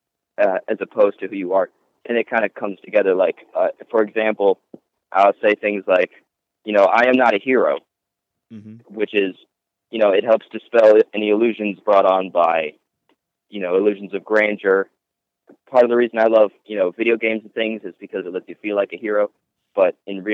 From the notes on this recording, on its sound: We had a chat on the phone a few days ago and caught up